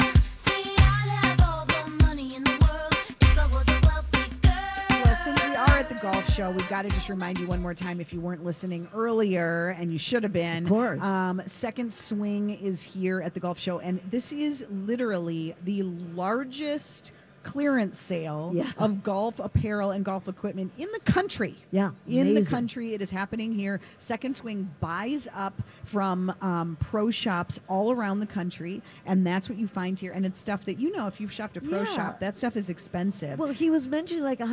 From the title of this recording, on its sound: Live at the Golf Show